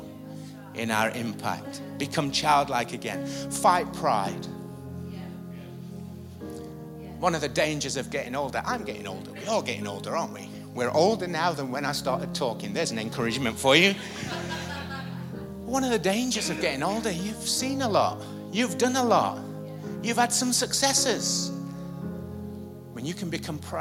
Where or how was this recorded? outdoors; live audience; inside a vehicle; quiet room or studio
live audience